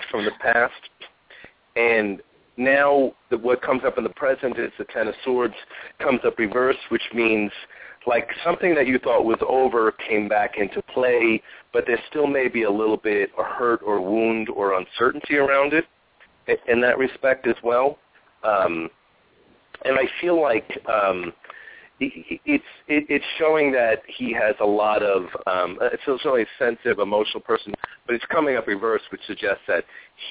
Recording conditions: phone line